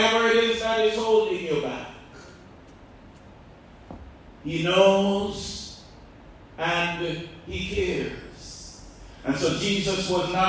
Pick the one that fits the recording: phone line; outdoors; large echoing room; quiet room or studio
large echoing room